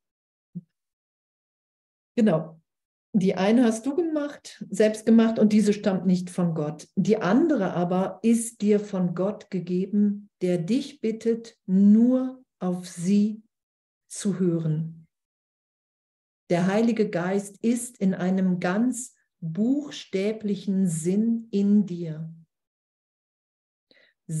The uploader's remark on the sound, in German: Zoom-Session bei Aleph